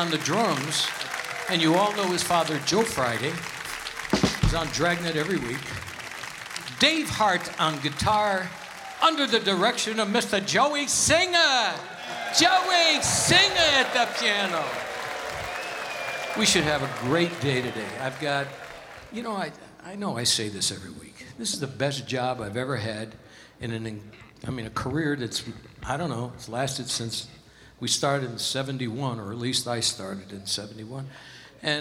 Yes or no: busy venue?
yes